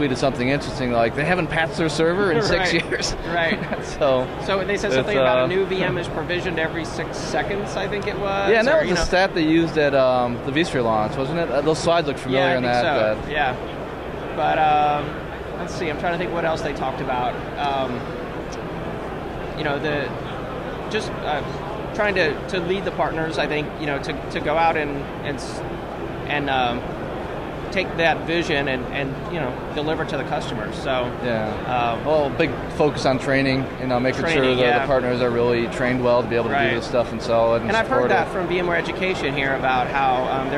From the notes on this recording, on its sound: LIVE from VMware PEX 2012. LIVE from Las Vegas!